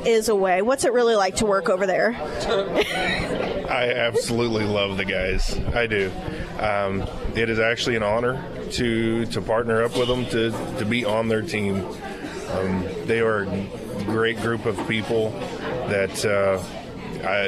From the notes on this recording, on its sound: live at Scramblers Diner.